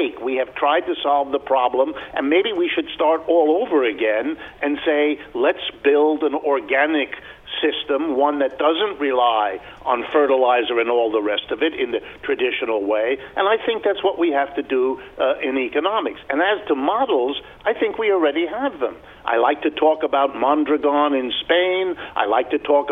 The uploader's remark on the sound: takes listeners' phone questions